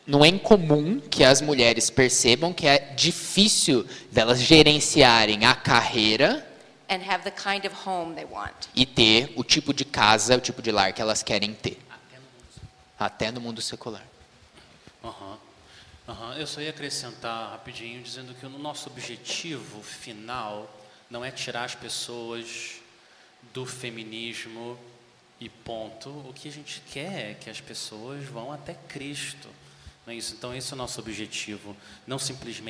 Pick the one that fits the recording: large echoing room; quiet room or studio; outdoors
large echoing room